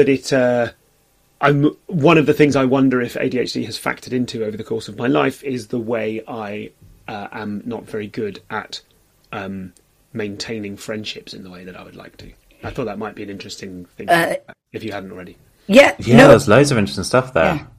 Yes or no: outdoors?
no